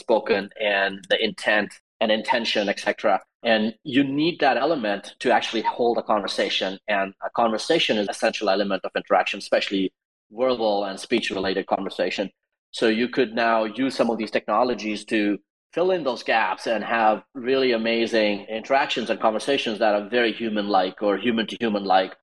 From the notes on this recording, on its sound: in this session of Twitter Spaces by NFT LA Live (now Outer Edge) and Howl Labs